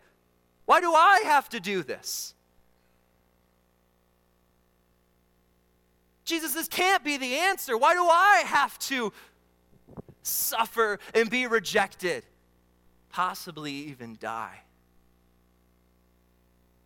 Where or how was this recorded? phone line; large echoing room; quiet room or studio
large echoing room